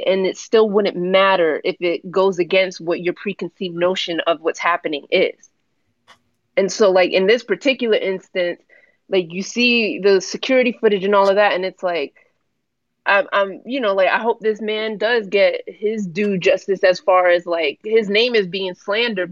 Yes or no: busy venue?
no